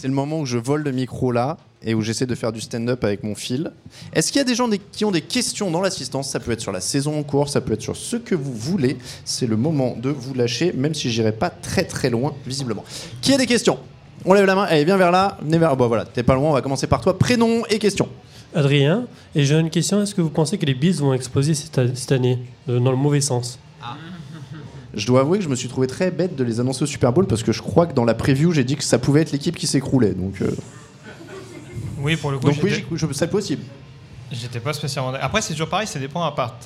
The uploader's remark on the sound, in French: Devant le public du Hard Rock Café, l'équipe du podcast Touchdown Actu se lance dans les prédictions.